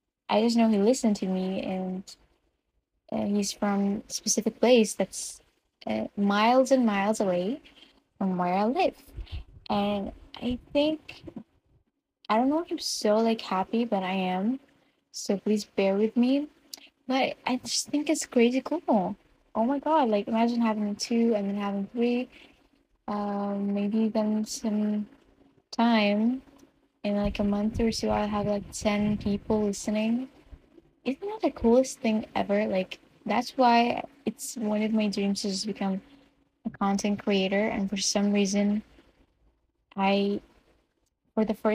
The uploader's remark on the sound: Excuse me for the bad audio quality